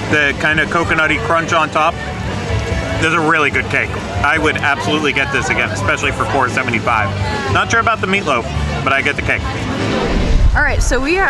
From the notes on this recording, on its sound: make their way around the 2023 EPCOT International Festival of the Arts